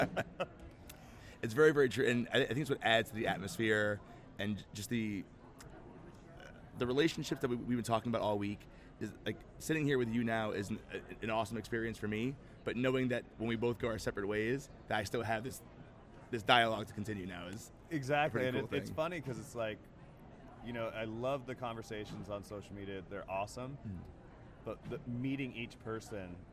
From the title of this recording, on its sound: Live from SHAPE Nashville Day 2!